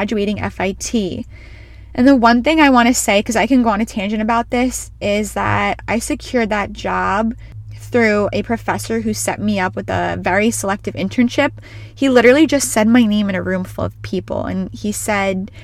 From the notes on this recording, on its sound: She is recording from her car